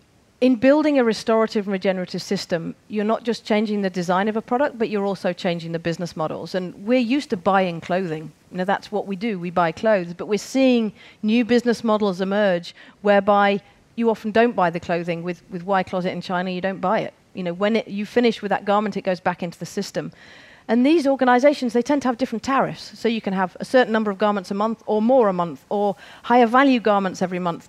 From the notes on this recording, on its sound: On stage at #BoFVOICES 2017